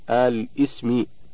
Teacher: البدء بهمزة الوصل في أل مع تحريك اللام بالكسر للتخلص من التقاء الساكنين